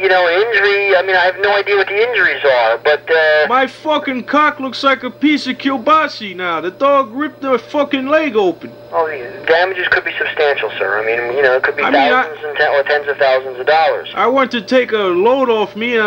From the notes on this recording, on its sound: Prank Phone Calls